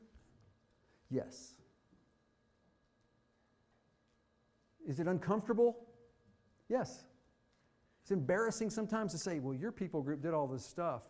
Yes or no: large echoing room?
yes